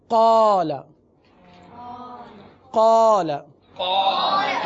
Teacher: الف سے پہلے قاف حرف پر ہے، لہذا الف کو بھی پر پڑھیں گے